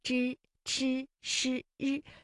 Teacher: 就是由舌尖向上翘起，然后和硬腭的前部相接触，然后啊，这个气流就受到了阻碍，形成的一种辅音 · Term: 翘舌音